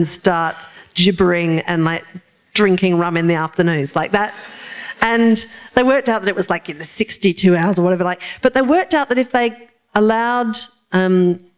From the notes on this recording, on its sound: This is a live recording from our event.